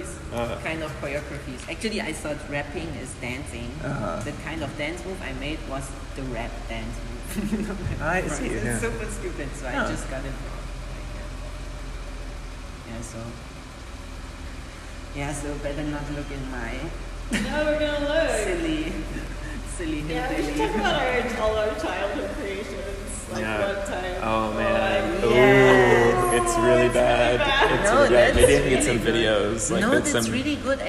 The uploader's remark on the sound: Sift through the field recordings, reverb, and background tram sounds to find your space!